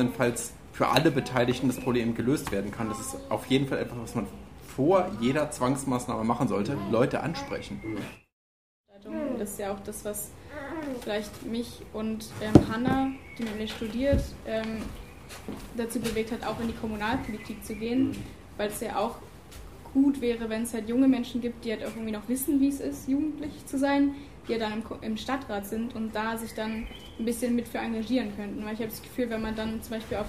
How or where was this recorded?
busy venue